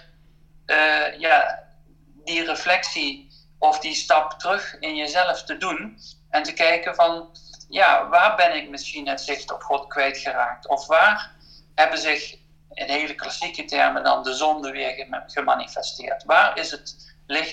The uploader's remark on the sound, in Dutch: Vanwege de maatregelen rond het coronavirus is deze podcast opgenomen via Skype tijdens de ‘lockdown’ en in de Veertigdagentijd.